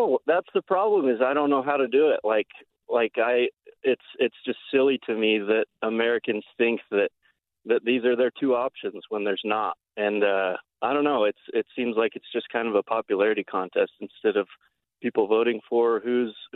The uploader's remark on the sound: Takes live calls at 2:35.